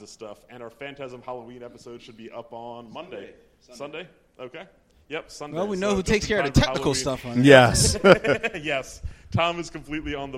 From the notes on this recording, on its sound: The Men enjoy their first live event, a night of food, fun and film.